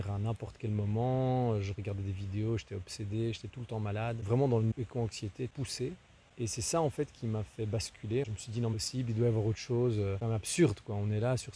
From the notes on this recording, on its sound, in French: Ways (Genappe). Le bruit du vent dans les feuilles en guest en plus du couple d'invités multipreneurs, slasheurs.